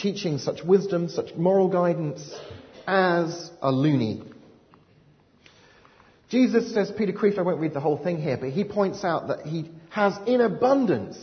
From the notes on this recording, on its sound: delivered at Highfields Church Cardiff, 14th November 2010